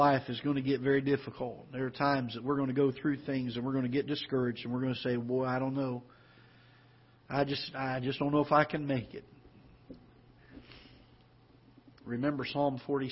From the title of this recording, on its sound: Ketha Heights Baptist Church ~ Live Broadcast